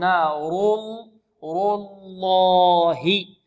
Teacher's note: الراء مفخمة واللام من لفظ الجلالة مفخمة